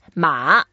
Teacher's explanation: Hey, good. The third tone, don't say ma, because ma, first tone, that means your mother.